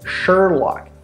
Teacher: So this is a really important difference between American English and British English, the R sound, right? The R in American English is really, really pronounced